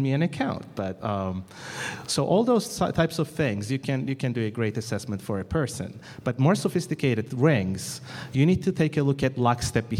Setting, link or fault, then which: setting, live audience